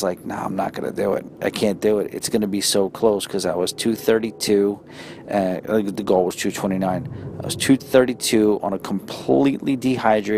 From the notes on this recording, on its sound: records a quick episode from the train